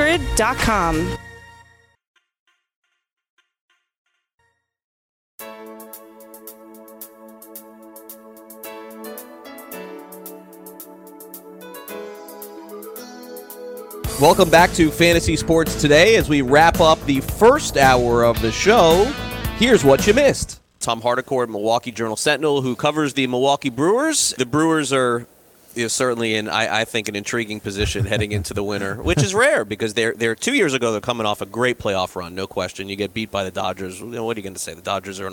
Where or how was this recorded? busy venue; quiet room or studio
busy venue